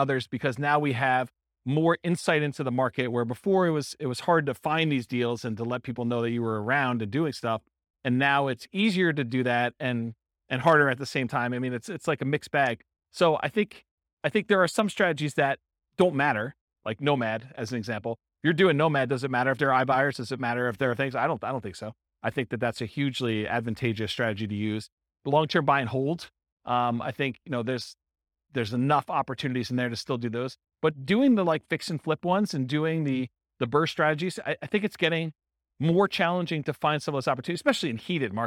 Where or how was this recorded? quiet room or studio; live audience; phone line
live audience